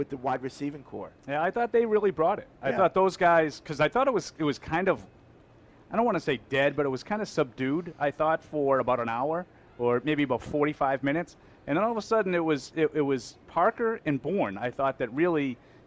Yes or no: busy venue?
yes